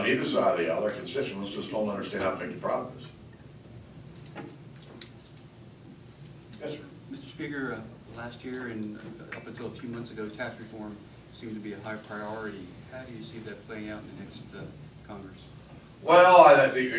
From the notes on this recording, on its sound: WASHINGTON, DC. Appeared before a luncheon meeting of The Ripon Society, delivering a speech.